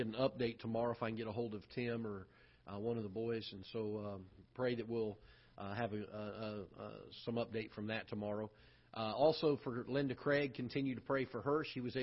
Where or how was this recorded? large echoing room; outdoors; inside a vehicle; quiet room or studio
large echoing room